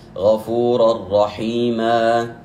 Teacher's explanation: هذا المد الأخير رحيما يمد بقدر حركتين، فلا أقول إن الله كان غفورا رحيما، خطأ، وإنما يمد بقدر حركتين غفورا رحيما. · Term: مد العوض